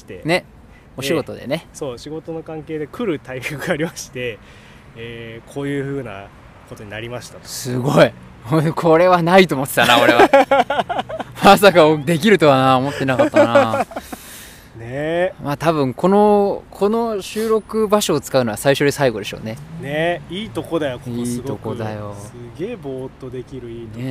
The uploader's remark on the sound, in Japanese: ツキイチ焚火ラジオ in ドイツ。ドイツで青空公開収録。